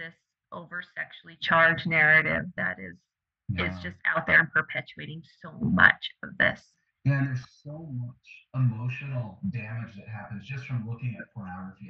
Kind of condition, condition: fault, poor sound quality